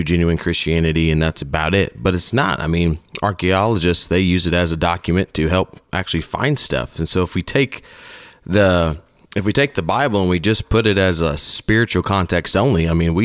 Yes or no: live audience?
no